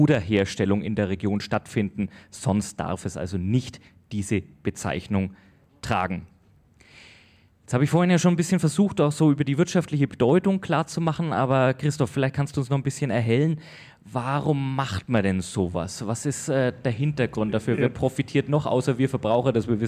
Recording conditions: live audience